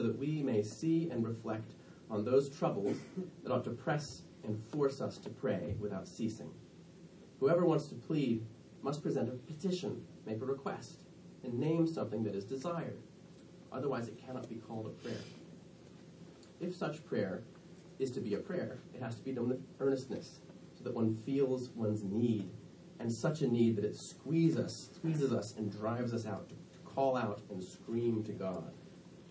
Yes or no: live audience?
yes